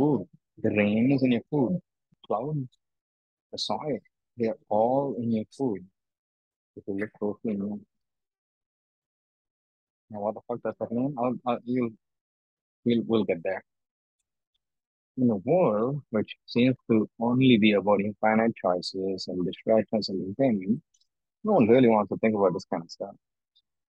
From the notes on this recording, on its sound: I am travelling - hence the delay in the post and the audio quality.